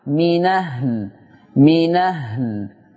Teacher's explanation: نقل فتحة الهمزة إلى النون فتصير المنطوق نون مفتوحة